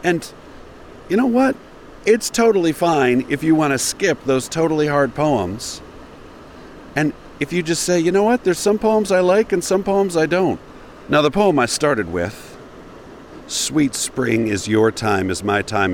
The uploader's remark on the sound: Recorded on the shore of the Virgin River in northern Arizona, at the edge of the Mojave Desert. I was sitting on a big, jutting chunk of red sandstone, surrounded by Joshua trees and cacti.